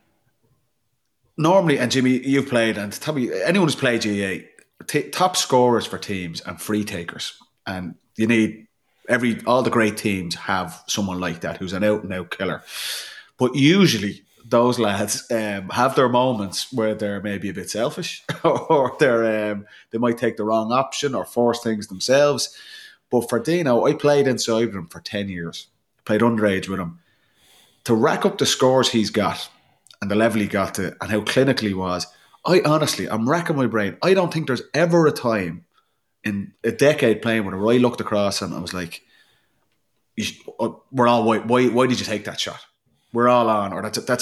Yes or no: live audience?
no